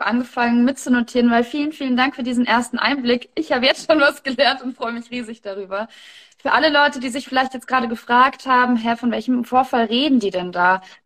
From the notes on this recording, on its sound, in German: live auf Instagram gesprochen